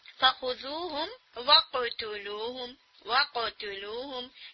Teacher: ہم intentionally eco پیدا کرتے ہیں، کیوں؟ قاف کی ساؤنڈ کو واضح کرنے کے لیے · Term: قلقلہ